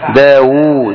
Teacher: يبقى هنا الواو من ده مد طبيعي حركتين، فضمها ضم الواو ضم مشبعة إجماع، وهمزها لحن لا يجوز · Term: ضمة مشبعة